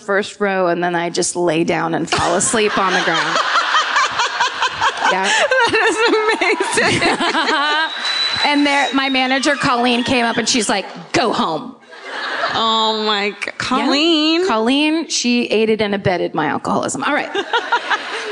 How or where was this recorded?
live audience